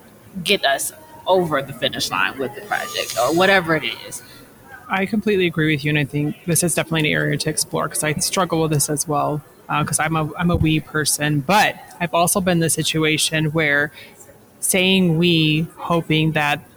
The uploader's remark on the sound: took a moment at the AACRAO Annual Meeting to record this cross-podcast conversation.